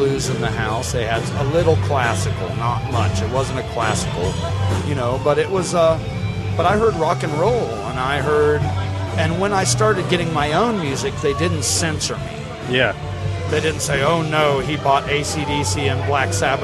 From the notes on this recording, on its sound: I recorded this podcast on location at Ladyfest Dayton 2015. At the Old Yellow Cab building on 700 E 4th St, Dayton, Ohio 45402.